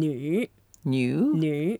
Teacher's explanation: It's the third tone, so we go down and up.